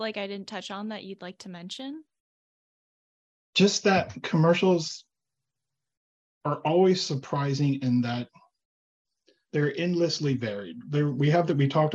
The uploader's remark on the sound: Zoom Room. Alaska Teen Media Institute is based in Anchorage, Alaska.